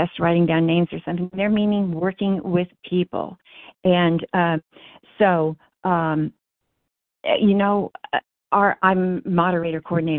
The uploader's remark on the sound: 100 Pounders Phone Meeting, 9/13/23